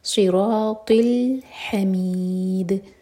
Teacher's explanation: ہا حلق سے اور دال پر قلقلہ ہوگا جب یہاں پر رکیں گے